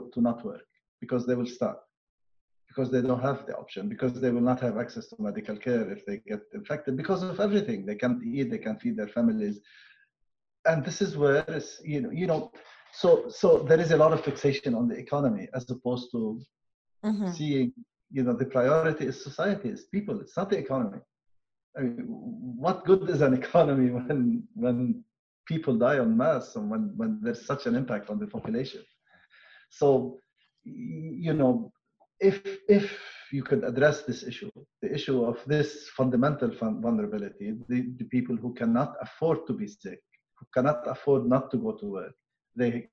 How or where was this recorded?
video call